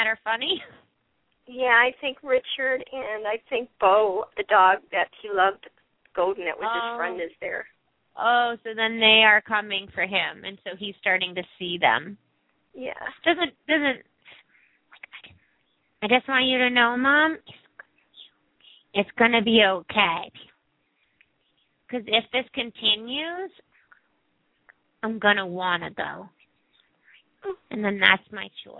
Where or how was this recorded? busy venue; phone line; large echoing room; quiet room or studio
phone line